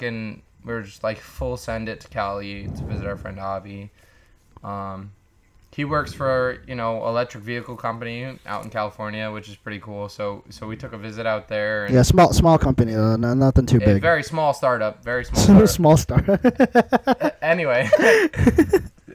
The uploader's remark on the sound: Sorry for the audio quality, we're trying to figure out this new mixer!